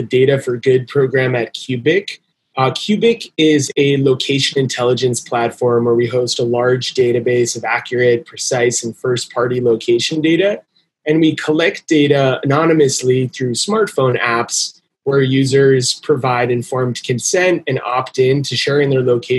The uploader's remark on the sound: This panel discussion originally took place at BattleFin's Virtual Discovery Day event on July 22nd, 2020.